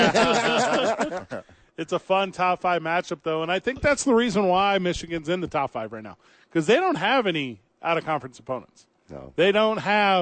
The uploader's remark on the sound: live from the ABQ Dukes Store